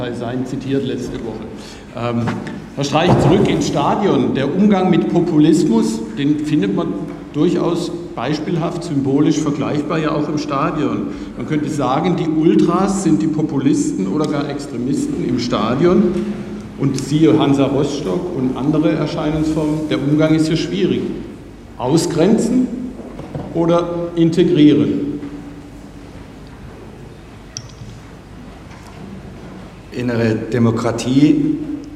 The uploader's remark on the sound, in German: Fand im Audimax der Uni Freiburg eine Podiumsdiskussion.